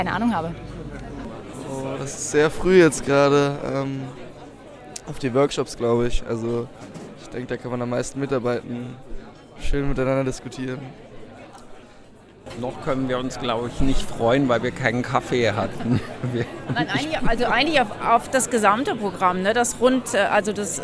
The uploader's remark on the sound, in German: Bayreuther dialoge 2019. War bei der Konferenz mit dem Aufnahmegerät unterwegs, und hat die Stimmung eingefangen.